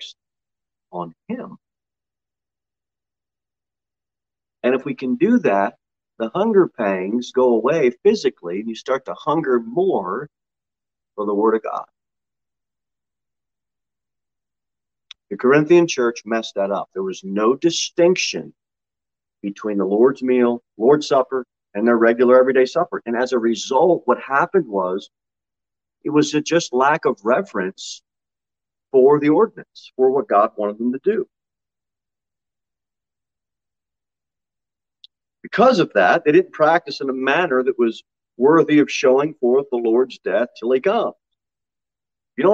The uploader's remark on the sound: Sermon delivered at Pilgrim Baptist Church on Thursday, April 28, 2022 at 6 pm.